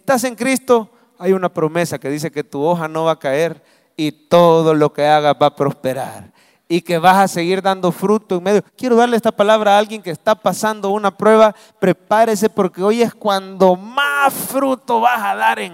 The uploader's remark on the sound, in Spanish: Mensaje predicado en vivo desde el Centro Familiar de Adoración CEFADCHURCH, Mayo 2023.